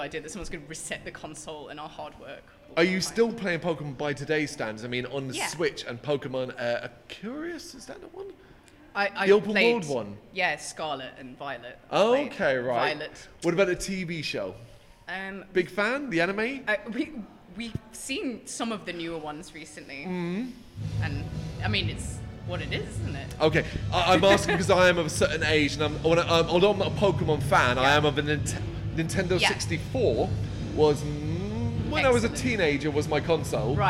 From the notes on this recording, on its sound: Live From AoniaFest V. Live at the festival.